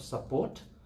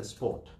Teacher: some people from the north of India, they join S and P together · Shown in: second take · For example, instead of support, many people from north India just say sport, you know?